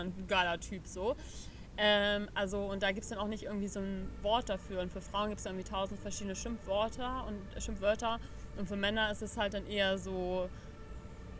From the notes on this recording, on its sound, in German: Passend zum Wochenende haben wir die Folge draußen aufgenommen, also genieße das Rauschen des Windes.